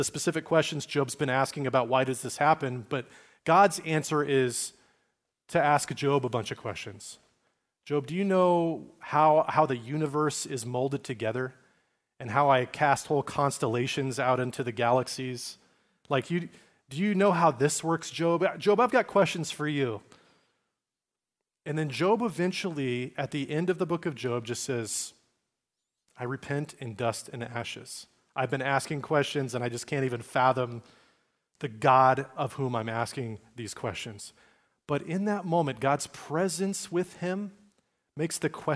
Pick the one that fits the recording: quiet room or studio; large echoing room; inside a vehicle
large echoing room